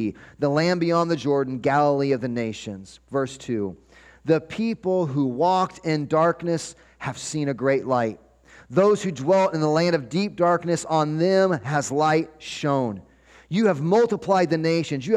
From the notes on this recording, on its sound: 12-24-23 Sunday Morning Sermon Audio